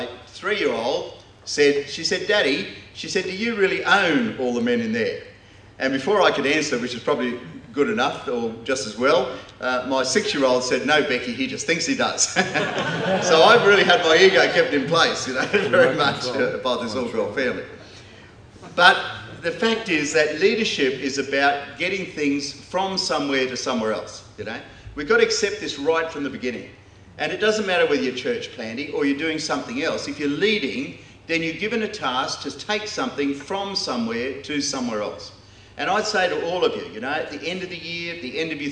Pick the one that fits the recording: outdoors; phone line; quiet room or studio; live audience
live audience